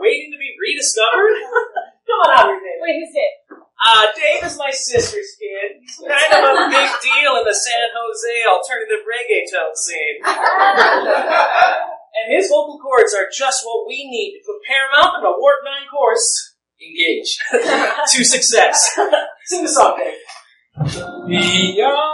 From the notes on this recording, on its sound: The Nerdologues Live in Pittsburgh! Doing them to a packed crowd in a new city definitely gives them a new spin.